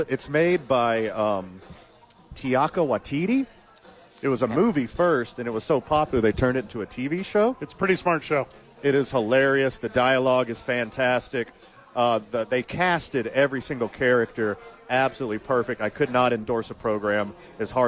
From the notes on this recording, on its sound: live from Safe House